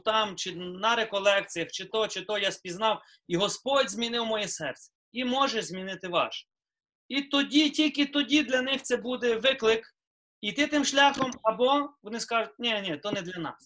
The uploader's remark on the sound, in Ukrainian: Zoom зустріч